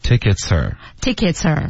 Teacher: r 这个字我们弱读成二，一二三的二，然后直接连着 tickets